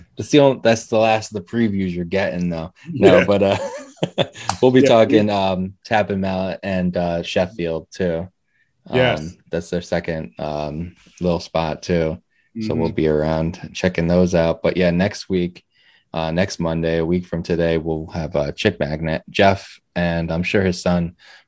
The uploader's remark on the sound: Recorded Live on Zoom